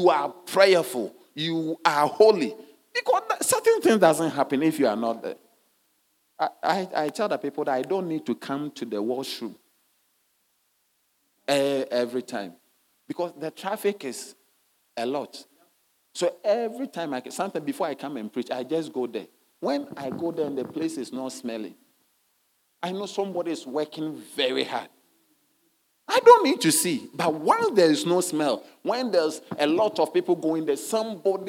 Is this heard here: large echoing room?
yes